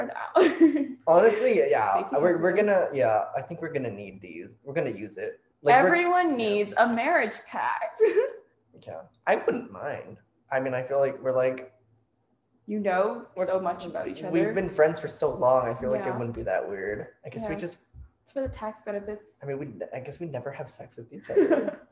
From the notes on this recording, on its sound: Don't worry, we've invested exactly zero dollars into improving our mic setup (as you will soon hear!). No notification dings this time!